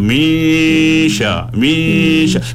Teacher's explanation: Yang keempat tu bila sebut min tu, min tu dia boleh masuk kepada ikhfa tu. Bila dengung dia tu dipanggil dengung ikhfa. Cenderung kepada huruf shin.